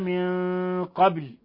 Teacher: نون ساكنة جاء بعدها القاف، الحكم التجويدي إخفاء حقيقي